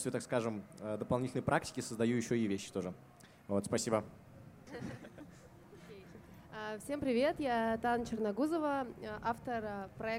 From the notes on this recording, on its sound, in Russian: Чуть больше месяца назад наш подкаст пригласили на фестиваль национальной одежды «Миллие кием». На открытой записи мы поговорили.